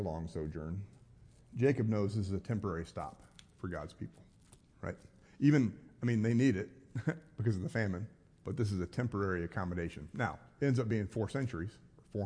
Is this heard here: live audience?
yes